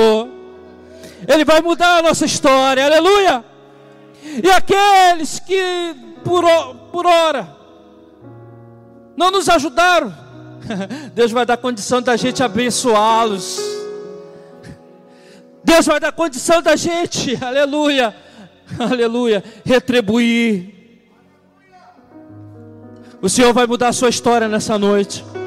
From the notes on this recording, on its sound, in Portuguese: CULTO DE LOUVOR E PALAVRA AO VIVO